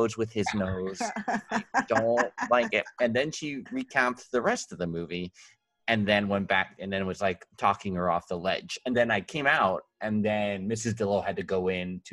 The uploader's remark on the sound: a round table (or a round Zoom call) discussion